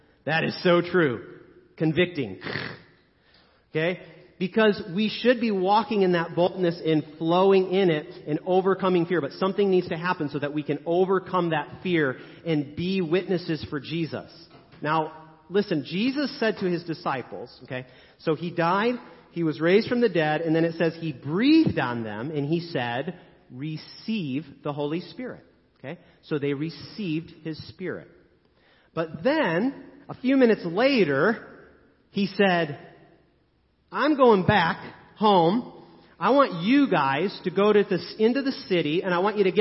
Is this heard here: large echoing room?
yes